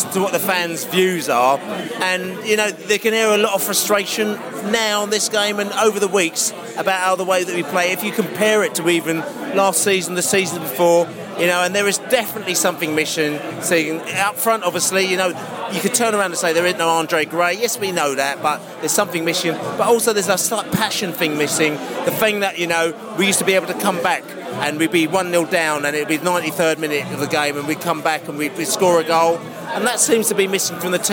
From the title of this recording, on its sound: post-match podcast from the pub